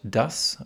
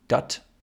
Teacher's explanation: das Wort das, was in Norddeutschland oft zu dat verschliffen wird, also wo das S durch ein T getauscht wird · Shown in: second take